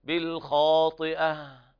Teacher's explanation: فالوقف على التاء المربوطة بالهاء وهمسها همسا خفيفا، بالخاطئة هكذا، والخاء هنا أعلى درجات التفخيم لأنها مفتوحة بعد ألف.